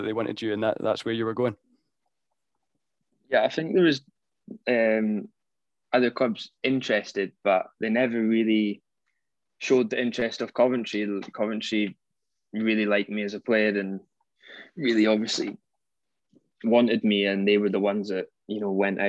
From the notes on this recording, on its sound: We caught up over Zoom